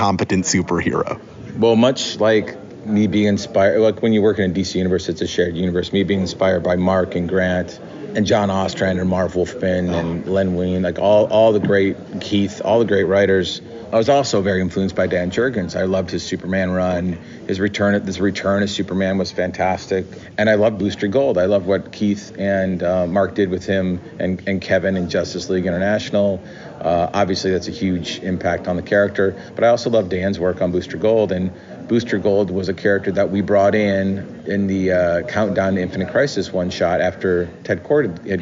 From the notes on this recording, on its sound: comes to you straight from New York Comic Con 2023